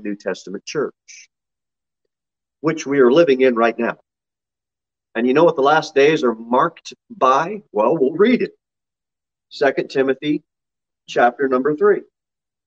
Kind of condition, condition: setting, large echoing room